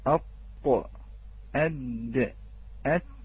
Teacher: الدال أقرب لأصول الثنايا والطاء أبعد